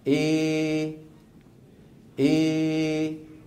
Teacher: يرفع لسان وسط لسانه أكثر فيخرج صوت ممزوج بين الألف والياء، فيه ألف وفيه ياء بنسبة واحدة، يعني 50% ألف 50% ياء. · Term: الإمالة الكبرى